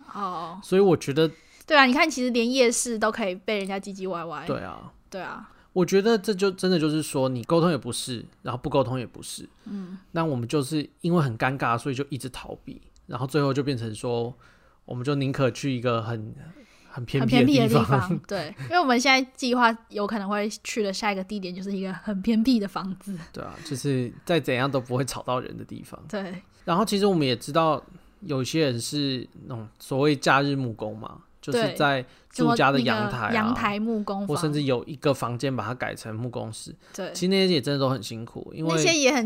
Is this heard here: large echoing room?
no